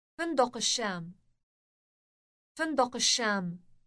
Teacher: Note the elongated sh sound